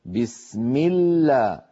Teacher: لما نقول بسم الله الرحمن الرحيم، انظروا بس، هل لاحظتم زمن السين؟ بسم الله اللام الأولى من اللام المشددة زمنها أقصر من السين